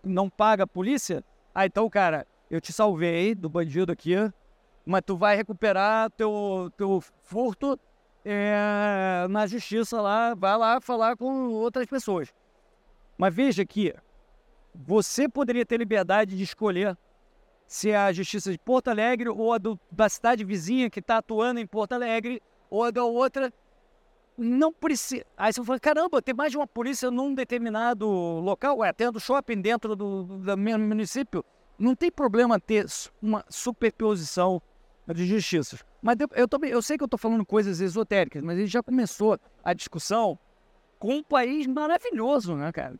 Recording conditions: busy venue